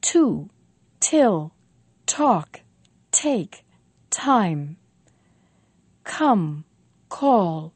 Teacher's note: we say them with a lot of force, a lot of air. We make an explosion of them.